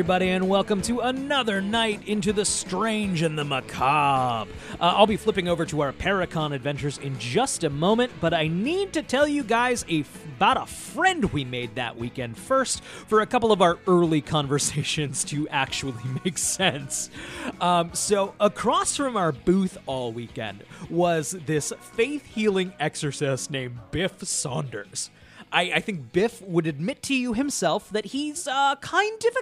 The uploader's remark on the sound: Goof around for an hour live from their booth at ParaConn II in Ansonia, Connecticut. Hear ghost stories from convention goers.